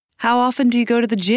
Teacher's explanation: Notice how the voice falls on Jim and rises on lot. · Term: Stress and intonation in questions